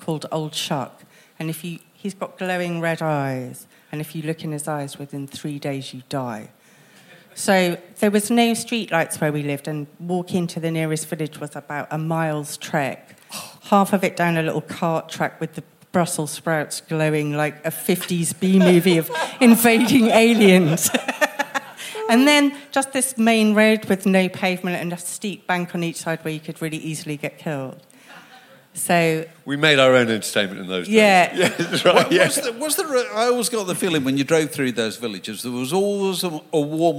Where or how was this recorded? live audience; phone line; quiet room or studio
live audience